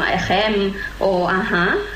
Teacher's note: En català tenim la H aspirada